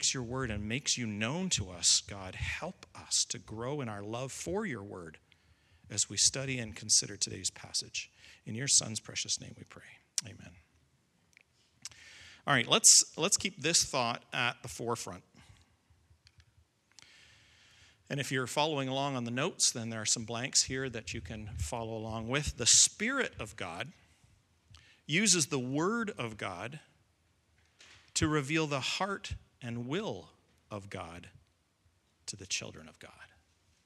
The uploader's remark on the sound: Recording of Sunday morning service.